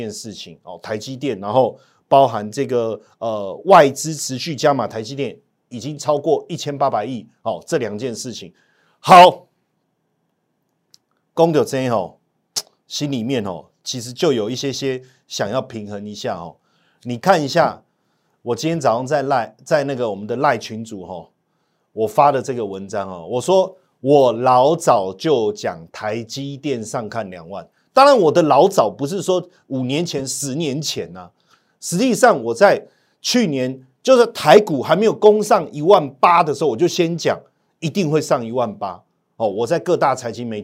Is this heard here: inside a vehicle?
no